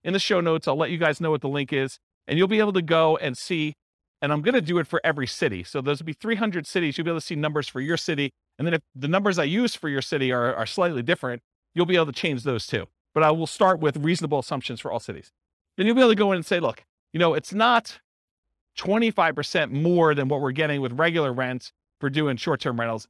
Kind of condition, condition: setting, live audience